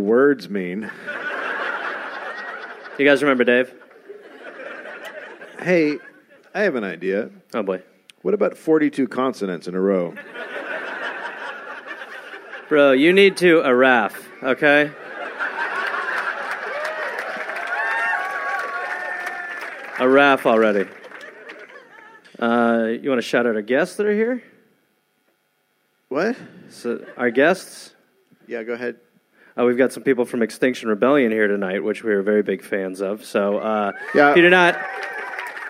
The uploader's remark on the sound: Recorded live in Cardiff